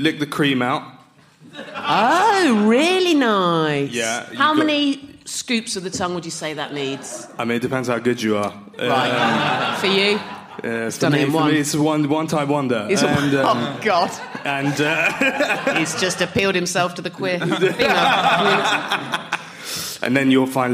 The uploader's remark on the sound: Live at the Machynlleth Comedy Festival. This episode was recorded live.